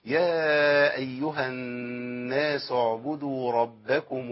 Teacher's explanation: اعبدوا راء، الراء المحركه بفتحه على طول من غير ما افكر بقى، راء مفخمه تخينه كده راء